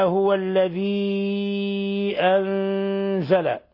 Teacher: أنزل نون ساكنة جاء بعد حرف الزاي في نفس الكلمة، الحكم التجويدي إخفاء حقيقي